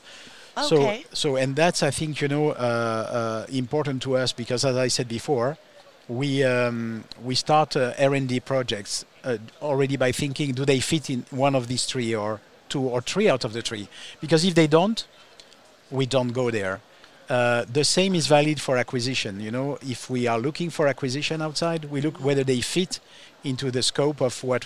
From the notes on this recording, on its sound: live from IBIE.